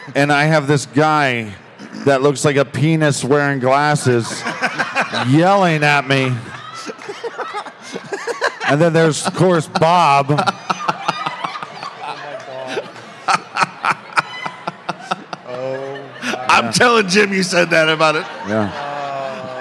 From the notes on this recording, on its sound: LIVE from Las Vegas! On stage for a special live show at CrimeCon 2022.